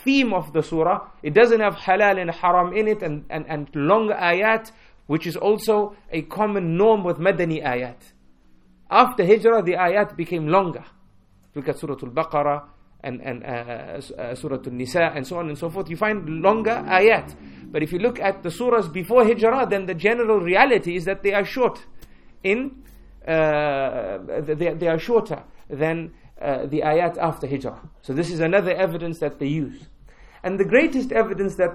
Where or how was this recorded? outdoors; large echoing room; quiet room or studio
large echoing room